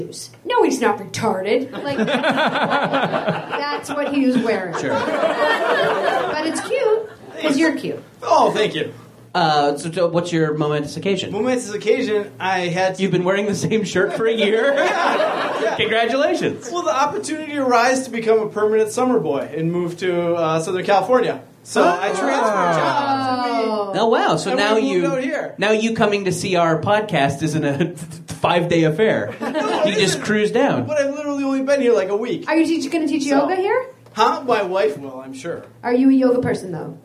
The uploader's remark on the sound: Live at the UCB Theater in Los Angeles